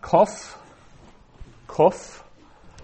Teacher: that's how you pronounce a K, is you're closing off the back of the throat